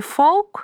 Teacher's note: Обратите внимание, что в слове «folk» есть буква «l», но она не произносится